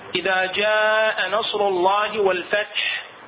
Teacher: طلع التاء همس التاء وطلع همس الحاء، طبعا التاء من حروف الشدة مو بس الهمس، بينما الحاء لا يختلف.